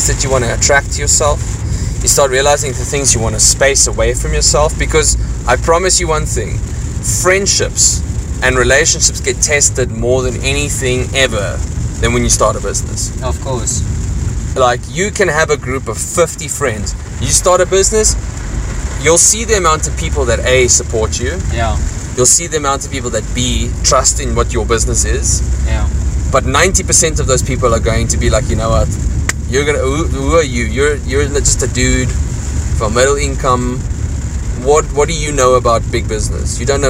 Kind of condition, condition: setting, inside a vehicle